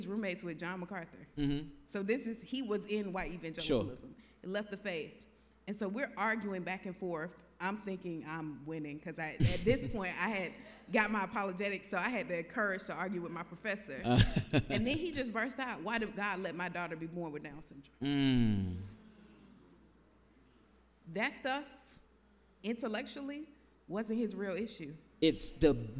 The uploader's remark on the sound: In front of a live audience